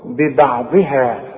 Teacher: هنا في ناس تيجي بتغلط في الباء، تقول ببا ببا ببع، واخد بالك، ببعضها، لا، البه دي والبه دي مرققة، والعين دائما مرققة بالدعبع كده، الضاد هي اللي مفخمة ومكسورة، ببعضها، والهاء والمد مرققين.